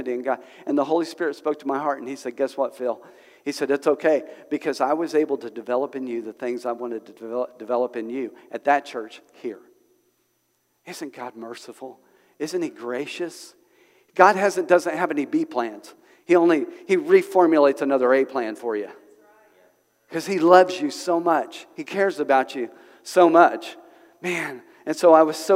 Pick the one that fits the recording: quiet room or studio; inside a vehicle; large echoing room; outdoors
large echoing room